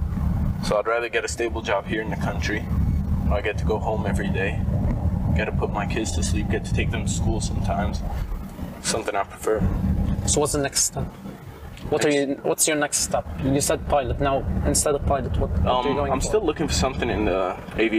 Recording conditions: background noise